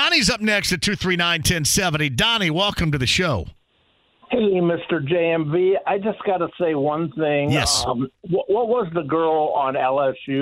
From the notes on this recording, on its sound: opens the phone lines up so he can take some calls and questions from listeners